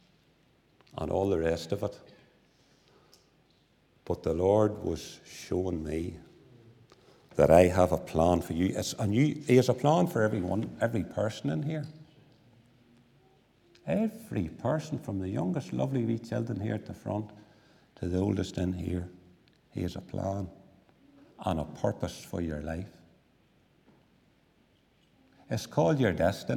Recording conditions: large echoing room